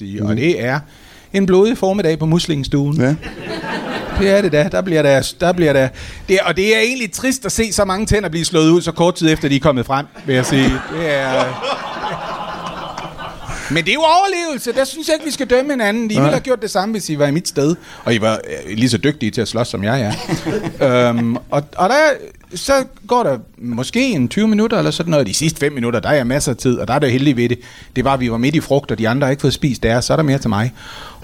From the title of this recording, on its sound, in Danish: LIVE fra Kolding